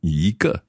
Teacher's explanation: Normally the word for one would be 一. But here, because it's followed by that fourth tone on the g, it becomes a second tone